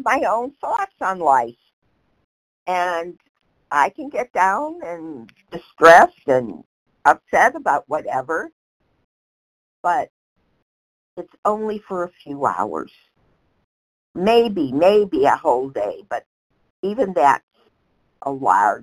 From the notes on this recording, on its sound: 100 Pounders Phone Meeting.